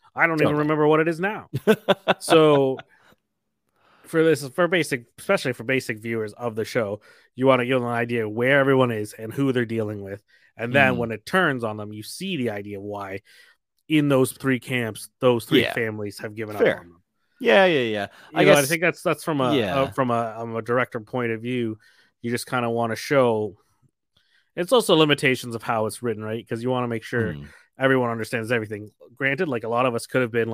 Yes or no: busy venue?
no